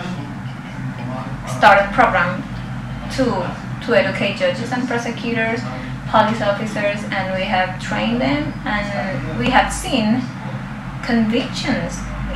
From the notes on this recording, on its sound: On his recent trip to the Dominican Republic, and shares a live recording from the red light district of Santo Domingo.